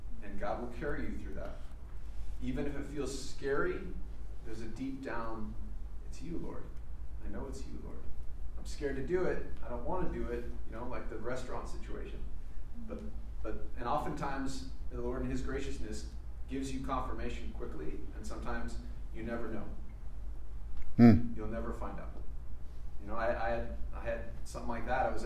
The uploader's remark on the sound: fields some questions from the audience